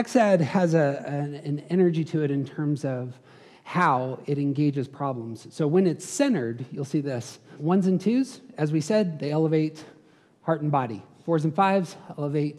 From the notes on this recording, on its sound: Hosted a conference. These episodes contain some of the live audio from that event.